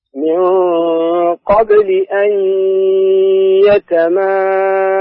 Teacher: أيوة طيب يتماس المد كان جيد أما السين طال زمن شدتها قريب من زمن الغنة